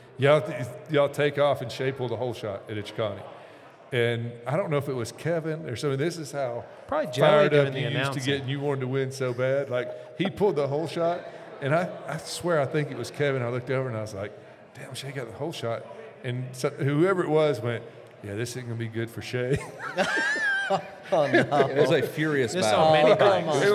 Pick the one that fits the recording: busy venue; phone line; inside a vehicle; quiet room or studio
busy venue